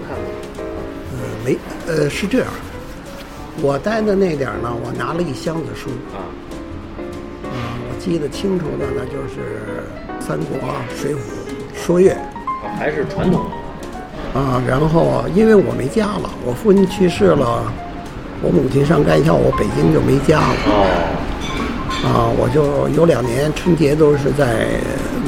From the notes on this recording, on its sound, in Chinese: 因为特殊原因，访谈的地点只能在一家披萨店里，环境音失控，本期节目的声音质量不佳，恳请听友们包容！